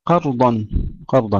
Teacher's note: أن الله ترقيق الهاء. قرضا قرضا تفخيم الضاد وليس قردا، قرضا تفخيم الضاد جيدا.